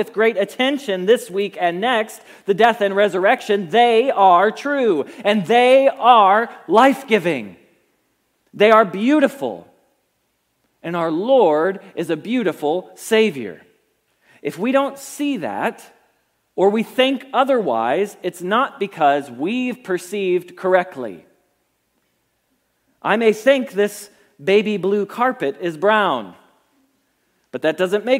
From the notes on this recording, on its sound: Message Preached at Valley Creek Church